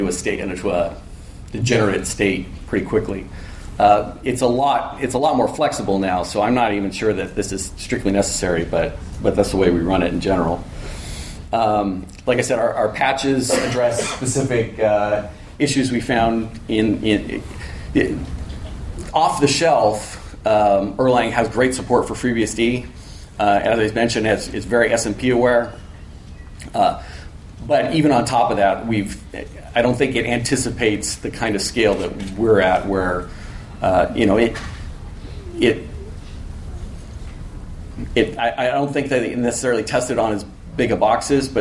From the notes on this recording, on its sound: A recording from a MeetBSD California 2014 talk